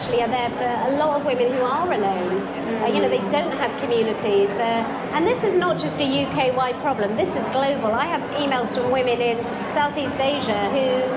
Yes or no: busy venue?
yes